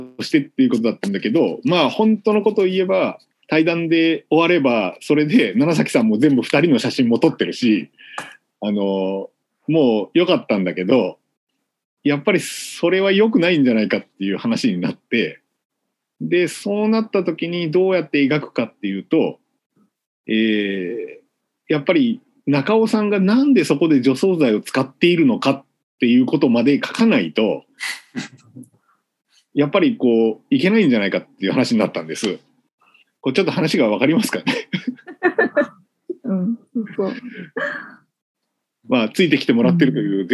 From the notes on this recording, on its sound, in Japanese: みんなでつくる中国山地百年会議 の会員限定で開かれる 市 （オンライン交流会）での公開収録。